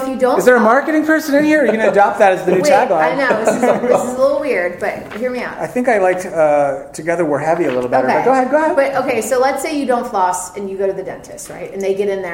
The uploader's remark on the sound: Live from Talent Space 2017.